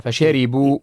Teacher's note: الراء مرققة لأنها مكسورة